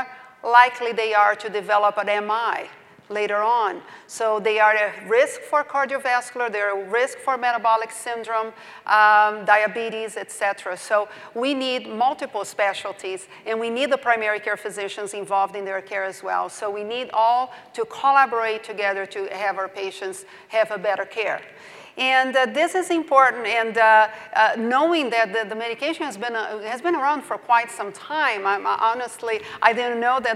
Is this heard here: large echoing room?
yes